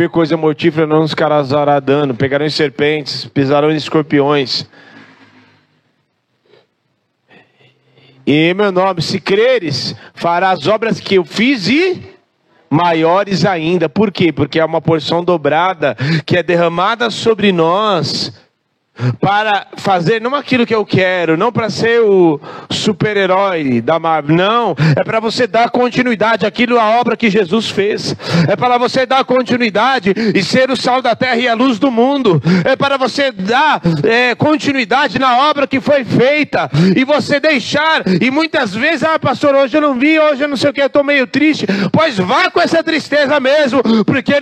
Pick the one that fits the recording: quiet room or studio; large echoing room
large echoing room